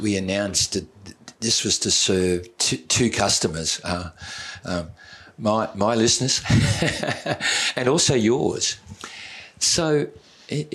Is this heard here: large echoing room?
no